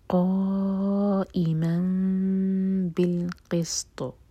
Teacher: میم کو ہول کریں گے پھر با پڑھیں گے · Term: اقلاب